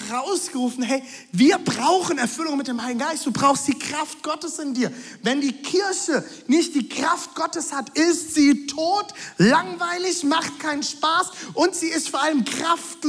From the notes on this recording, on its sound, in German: Audiomitschnitt der Predigt